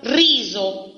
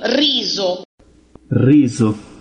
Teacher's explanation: Quando si incontra entre duas vocais, é, por exemplo, riso, arroz, riso, fonema Z.